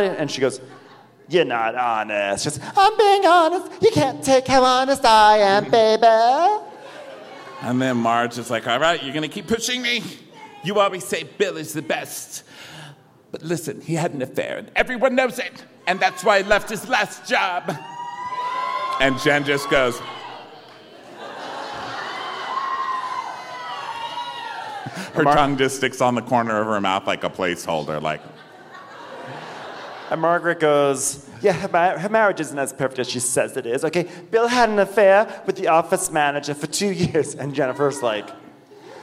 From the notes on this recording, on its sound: Live From Atlanta. We're kicking off the premiere with a live show in Atlanta.